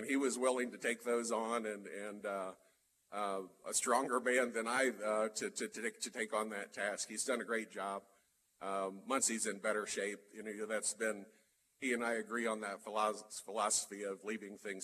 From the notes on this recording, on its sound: live at the State of The City for The City of Muncie